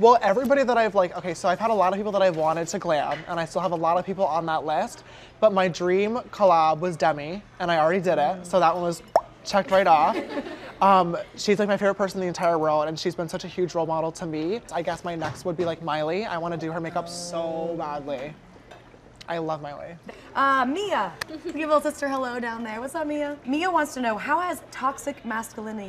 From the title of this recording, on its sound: Q&A with fans at the Sugar Factory in New York